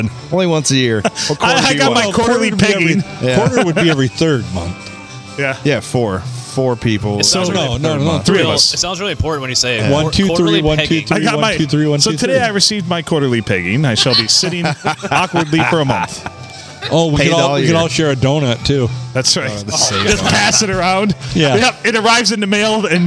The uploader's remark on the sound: Recorded on Sunday Funday at the Rustic Tavern.